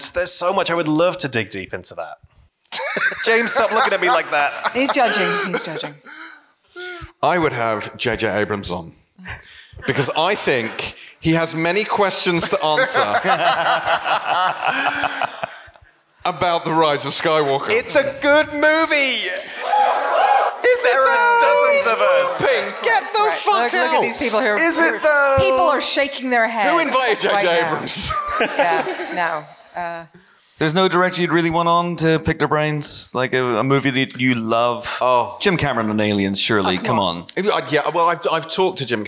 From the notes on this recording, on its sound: Recorded in front of a live audience at Kings Place, London.